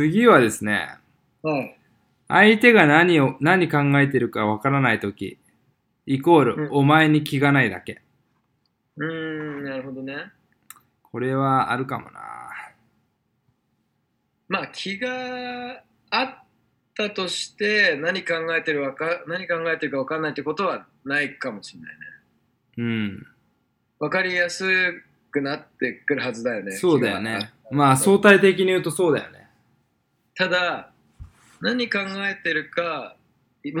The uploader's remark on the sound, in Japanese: 今回はアメリカ東海岸ボストンと、東京での遠隔収録。